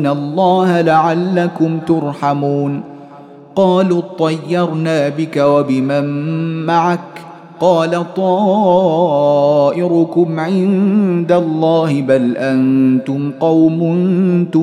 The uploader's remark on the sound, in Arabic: مسجل من صلاة التراويح بمسجد السلام بحي مشرفة بجدة.